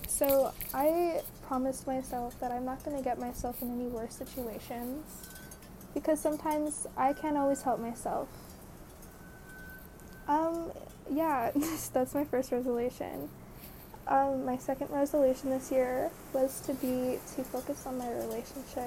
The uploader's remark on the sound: The background noise.